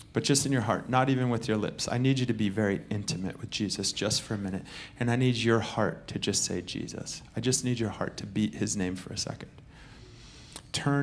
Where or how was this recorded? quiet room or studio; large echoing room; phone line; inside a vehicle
large echoing room